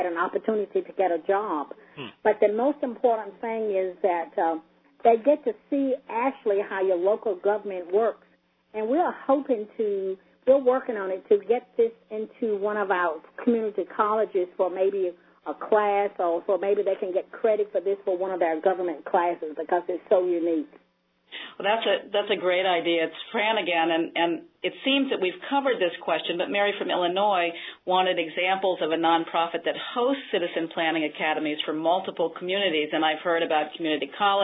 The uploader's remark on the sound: an hour-long conference call from June 11